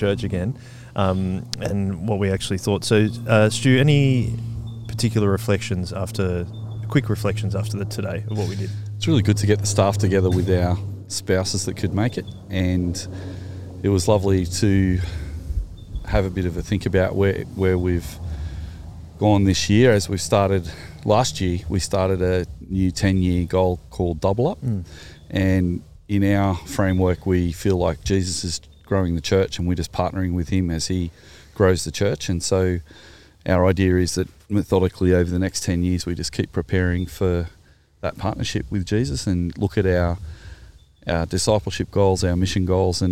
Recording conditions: outdoors